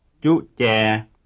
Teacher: although the first member of each pair ends in a short vowel, you will observe that sometimes the glottal stop is not present